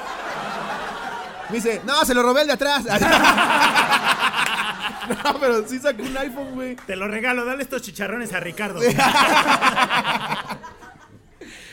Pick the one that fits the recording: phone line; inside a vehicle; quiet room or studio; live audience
live audience